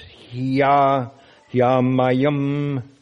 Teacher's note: we combine that word he with a, with this next word that comes, so it becomes hiya